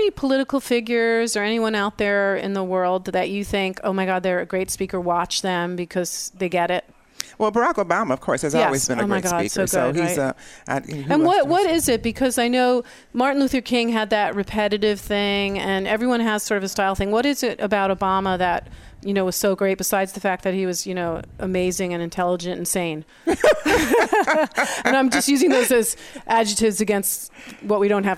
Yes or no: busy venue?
yes